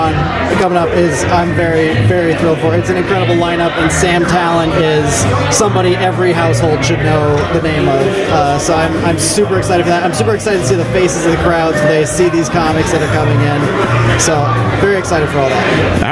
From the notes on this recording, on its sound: Less than 30 minutes before a show at Teehee’s Comedy Club (Des Moines, IA) for the Des Comèdie Comedy Festival 2023.